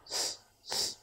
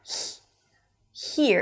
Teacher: Here as well, the basic word is ear, but we add a H sound, like an H sound, here. Now, since the body of the tongue is already high, getting ready for the high E, then it sounds like h, h